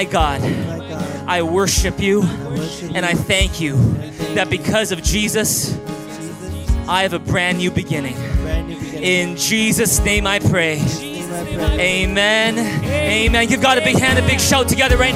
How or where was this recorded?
large echoing room